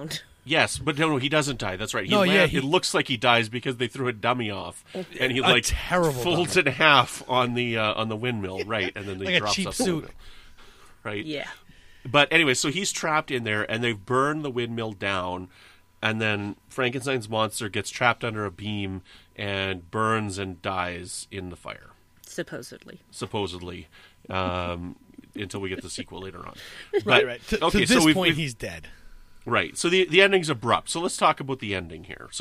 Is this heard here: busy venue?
no